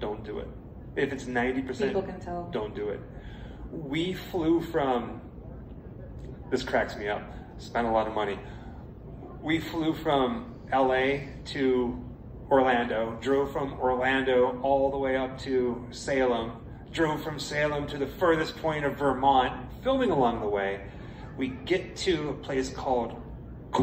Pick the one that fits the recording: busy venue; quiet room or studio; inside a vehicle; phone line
busy venue